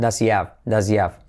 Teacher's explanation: How many subscribers does, saltamos la H, does he, saltamos la H de have, does he have.